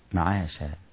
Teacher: معاشا، الخطأ الشائع في معاشا أن الشين تفخم، معظم الناس لا ينتبه إلى أن الشين مرقق، حرف مفخم يفخمونه لكنه حرف مرقق في الأساس.